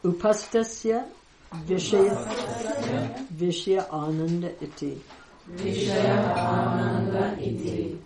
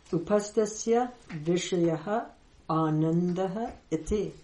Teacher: So now you see sometimes the visarga drops. · Shown in: first take · Vishayaha becomes vishaya, anandaha becomes ananda.